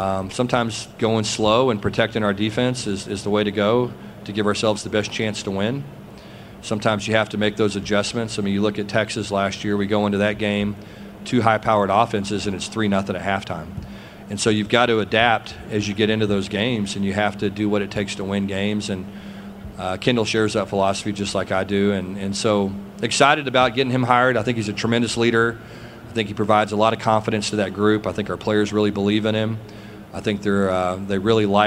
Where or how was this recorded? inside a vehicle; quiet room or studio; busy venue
busy venue